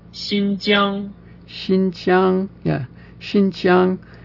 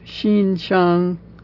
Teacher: it's two elevated even pitched syllables